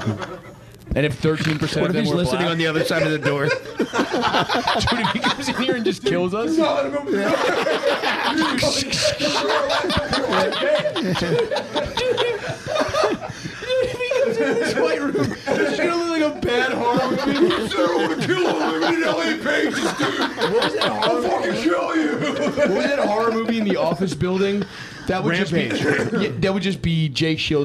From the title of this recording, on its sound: Live From Skankfest